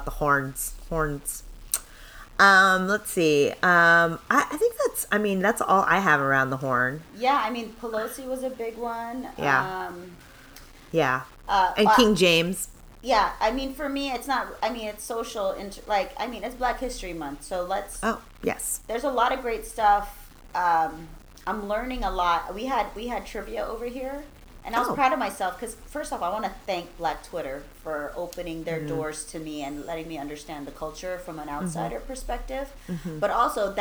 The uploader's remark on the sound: recorded in a different spot so it sounds crunchy and you might hear a car horn